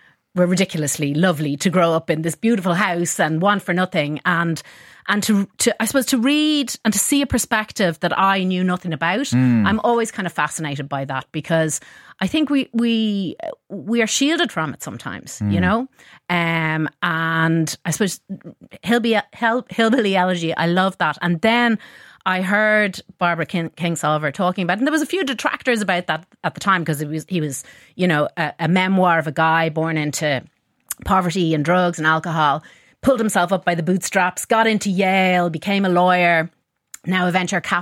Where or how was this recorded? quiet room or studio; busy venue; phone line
quiet room or studio